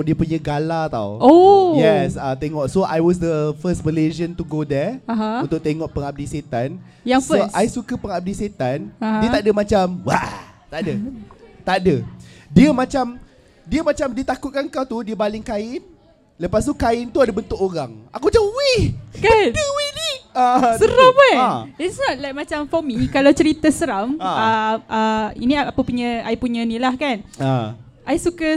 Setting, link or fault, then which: setting, busy venue